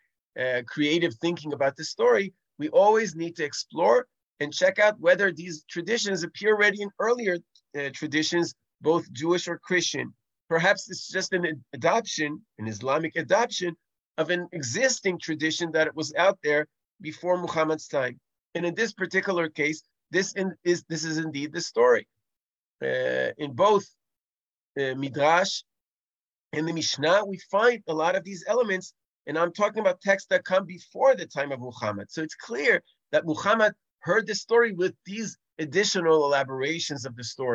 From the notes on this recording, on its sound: This audio was originally captured from Zoom.